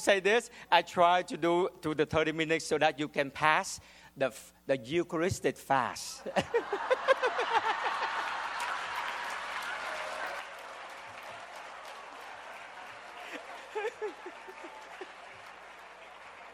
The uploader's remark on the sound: the audience laughs at his amusing behavior